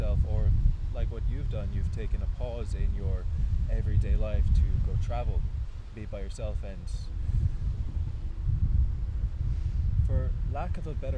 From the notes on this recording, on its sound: Apologies for the wind.